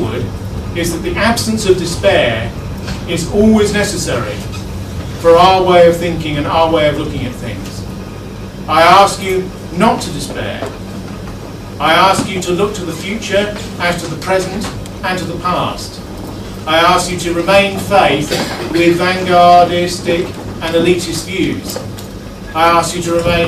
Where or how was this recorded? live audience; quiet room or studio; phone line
live audience